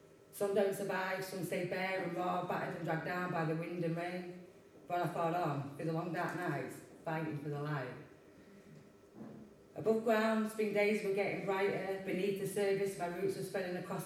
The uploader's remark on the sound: This mini-episode is our final recording made at the very successful book launch of Tales from the East Marsh by our very own East Marsh Writers Group, Quills.